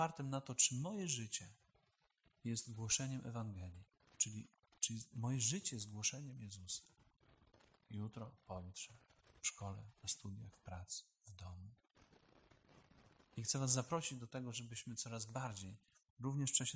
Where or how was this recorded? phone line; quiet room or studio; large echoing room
large echoing room